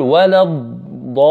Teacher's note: ضاد ساكنة ثم بعدها ضاد أخرى مفتوحة فتصبح شدة